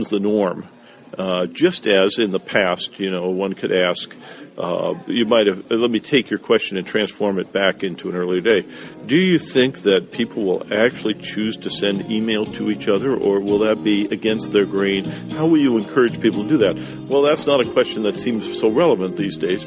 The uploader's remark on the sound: This interview was made while at the Netexplorateur Forum 2011